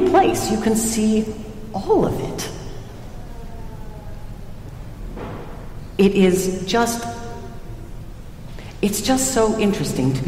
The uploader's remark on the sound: Recorded at Trinity Church, Princeton NJ